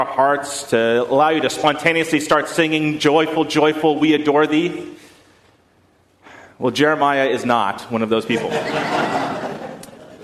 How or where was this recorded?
large echoing room